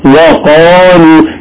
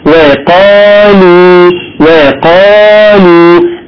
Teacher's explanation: اوعى تقولها مفخمة خليها مرققة ما تخليش القاف تشد الواو · Shown in: second take · Term: ترقيق الواو